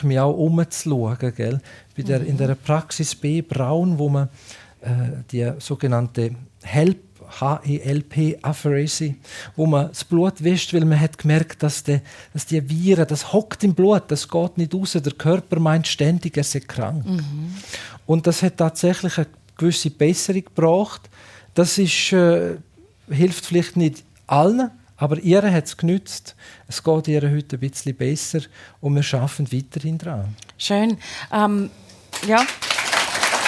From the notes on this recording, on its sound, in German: März 2024 live mit Publikum aus dem Werdenberger Kleintheater Fabriggli in Buchs/St.